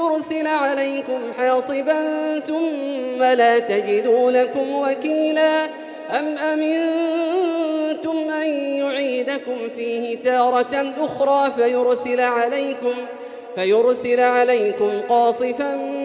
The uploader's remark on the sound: Arabic Audio Recitation: 20th Ramadan 2020 Taraweeh Prayer in Masjid Al Haram, Makkah, Saudi Arabia.